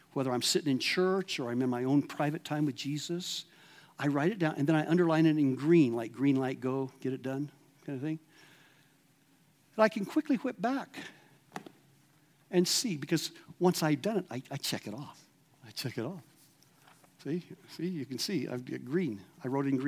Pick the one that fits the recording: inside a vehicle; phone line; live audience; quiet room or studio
live audience